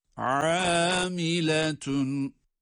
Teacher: Hem ayın boğazın ortasından hem de med yapılarak, uzatılarak okuyoruz. Amiletun. Gördüğümüz gibi bir elif miktarı uzatıyoruz ayın harfini. · Term: ayn harfi